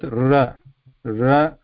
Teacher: tip of the tongue, something like ta, ra. But there's no complete contact